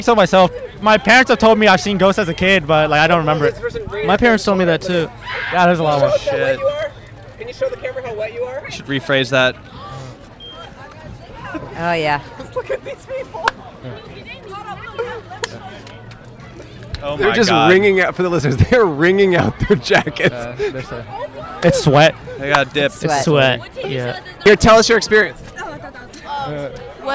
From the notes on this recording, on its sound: We set up right outside the exit of The 17th Door, a truly extreme haunted house.